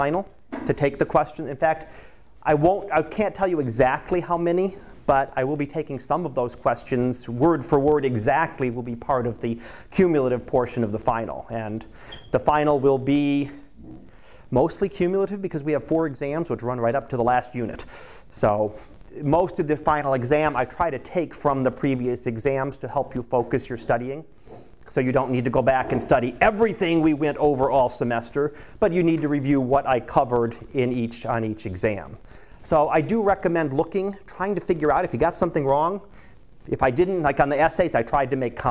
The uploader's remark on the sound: Live Class Lecture